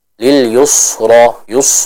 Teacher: Dan kalau kita melihat, di antara kesalahan yang sering terjadi, misalnya dikata lil yusra, itu seorang dengan tidak sengaja ya membaca huruf sinnya dengan tebal sehingga suaranya nanti mirip kepada huruf sod. Contoh lil yusra yus, nah ini kurang tepat.